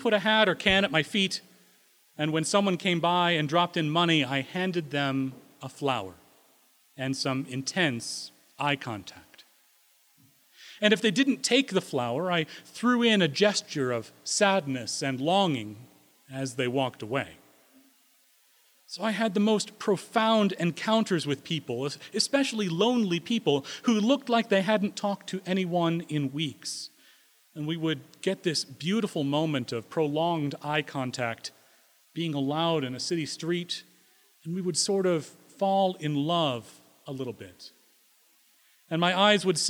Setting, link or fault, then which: setting, large echoing room